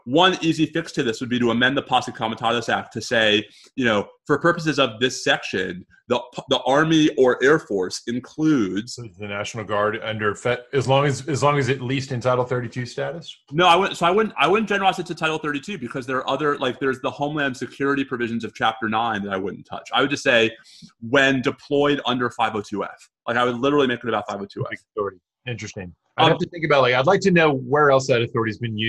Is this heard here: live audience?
no